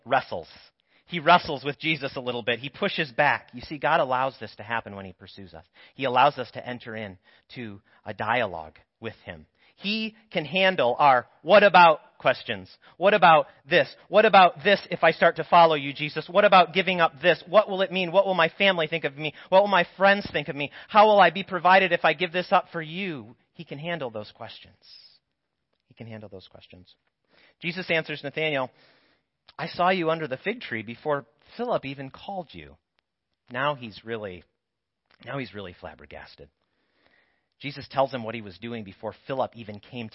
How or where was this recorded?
large echoing room